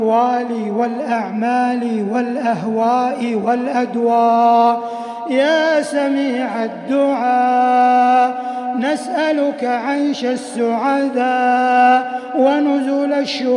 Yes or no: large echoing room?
yes